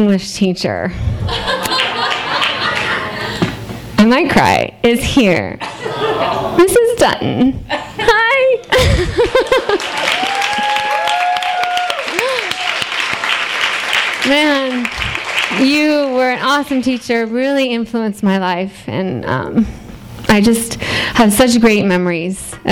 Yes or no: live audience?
yes